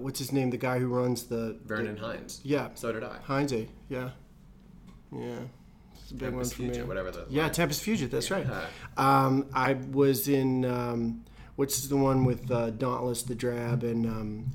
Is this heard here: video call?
no